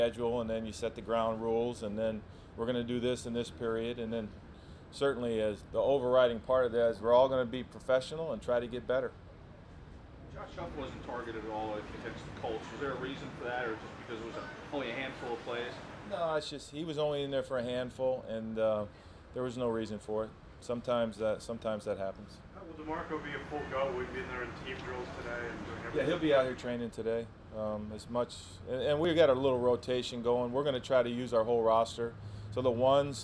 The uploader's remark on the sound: press conference prior to Wednesday's joint practice